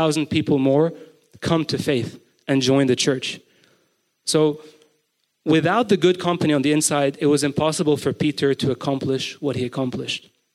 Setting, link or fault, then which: setting, live audience